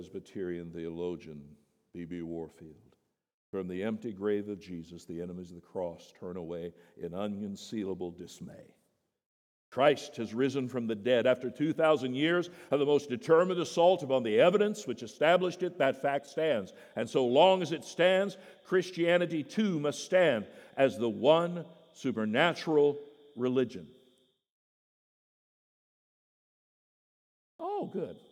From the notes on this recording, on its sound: The Easter sermon at Boulevard Baptist Church. At the 8:00am service.